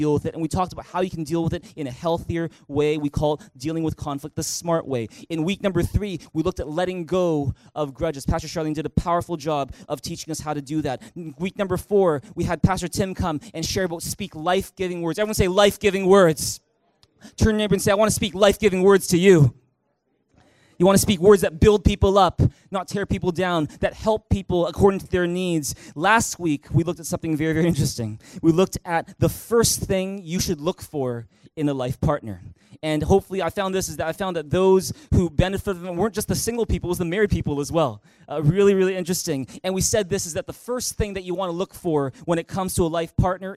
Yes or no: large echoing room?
yes